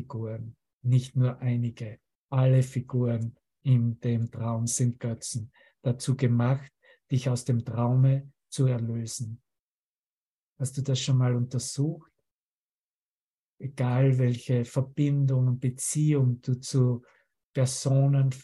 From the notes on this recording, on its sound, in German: Zoom-Session. Veranstaltet von der Aleph Akademie.